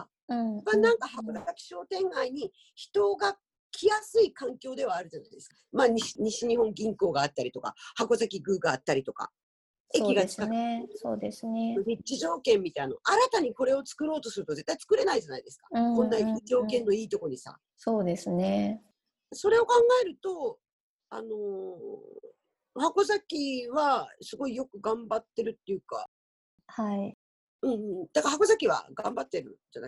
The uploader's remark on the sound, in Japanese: 本番組はオンライン会議ツールZoomを使用して録音しております。通信環境の問題により一部聴き取りづらい箇所があることをご了承くださいませ。暮らしの大学が拠点とする福岡市東区の「ハコザキ」。